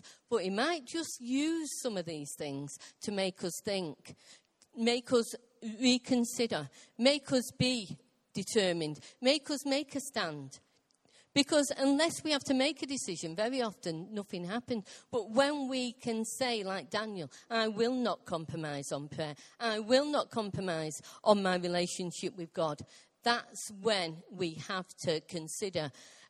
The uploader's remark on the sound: Recorded live at Life Church.